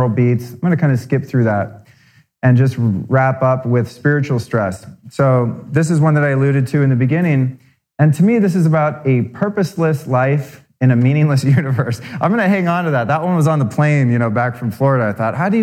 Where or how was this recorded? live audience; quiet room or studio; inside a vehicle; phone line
live audience